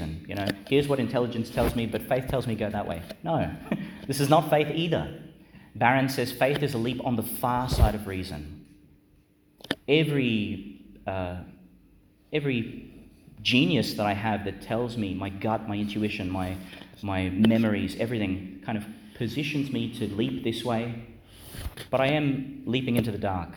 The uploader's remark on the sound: delivered (in the evening) in Our Lady Star of the Sea Church, Gladstone, Qld.